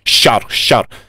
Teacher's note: когда звук «ш» произносится мягко, он похож на «ща».